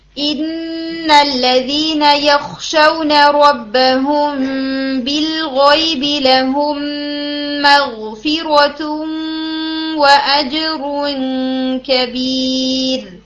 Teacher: अब आपने ना टाइमिंग्स को नोट करना है कि जो रब्बहुम बिलगैब और अजरुन कबीर की टाइमिंग्स हैं ये बराबर भी होंगी और बाकी जितने भी इसमें गुन्ना जा रहे हैं उनसे थोड़ी सी कम भी होंगी